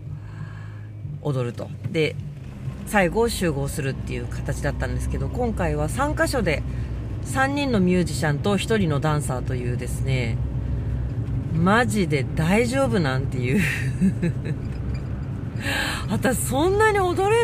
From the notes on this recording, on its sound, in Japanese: 熱海未来音楽祭に参加するために5時起きで熱海に向かう車の中から&踊り終わって帰る車の中から。